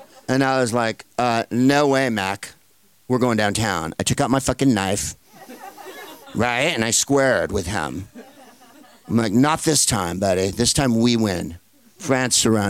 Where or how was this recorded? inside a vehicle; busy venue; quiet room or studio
busy venue